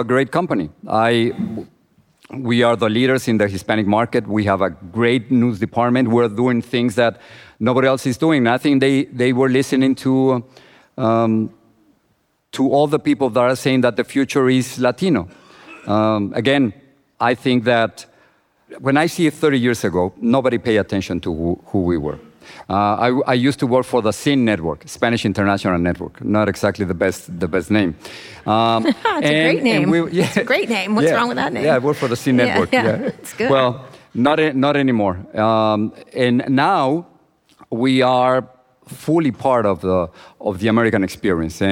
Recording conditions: live audience